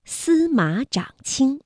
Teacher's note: 临官道，桥孙水，以通琼都，环抱天子，天子大悦。我们注意到啊，像司马长卿，大家看，马长都是三声字，上声字。那么我们说214加214连读要变调，那就这样读，马读21，不读214了。